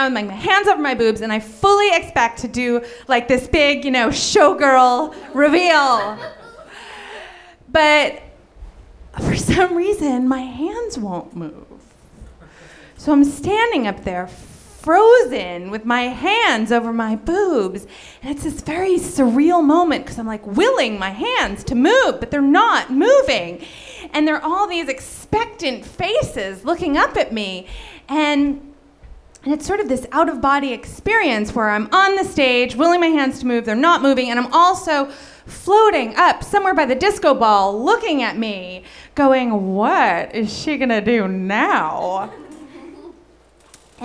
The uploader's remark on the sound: Live From LA! At our crazy, monthly NerdMelt Theater show.